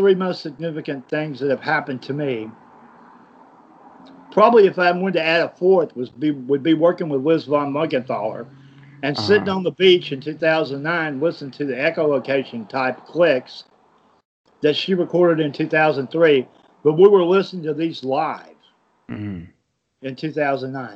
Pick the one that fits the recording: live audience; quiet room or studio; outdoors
outdoors